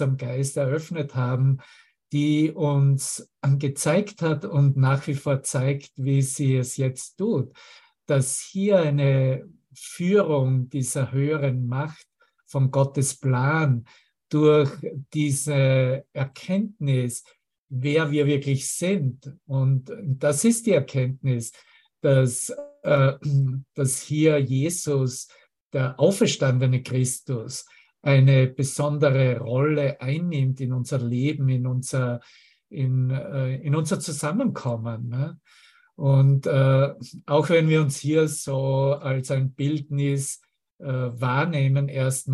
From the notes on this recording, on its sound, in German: Zoom-Session.